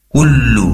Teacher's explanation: Kullu, di situ ada tasydid di atasnya lam, ya, perlu ditekan, dan durasi penempelan busur lidah depan ke langit-langit lebih lama karena tempat keluarnya lam dari lidah depan, bagian dari busur lidah yang ditempelkan ke langit-langit.